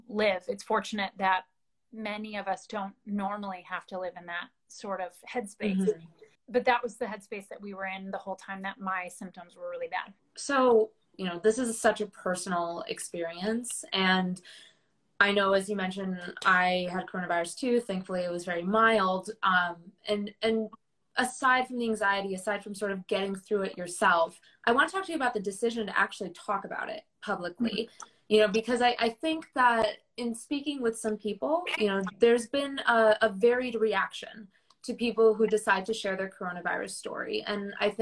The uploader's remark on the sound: adapted from an Instagram Live interview